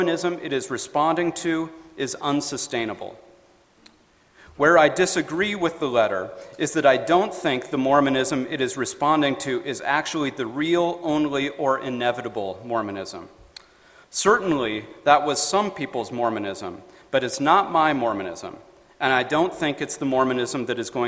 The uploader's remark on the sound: FAIR Conference Talk